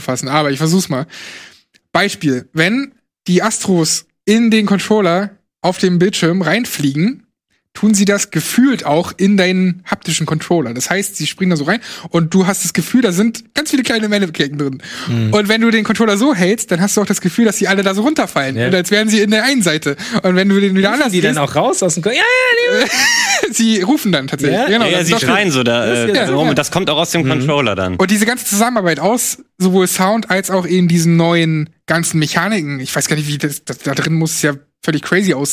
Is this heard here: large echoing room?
no